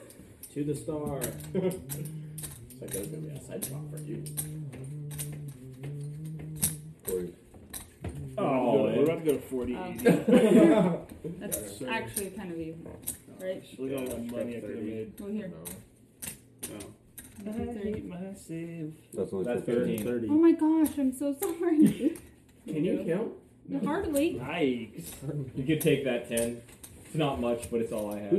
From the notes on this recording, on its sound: The audio is dialed back a bit, but the guys set cameras to record a beginner level of poker!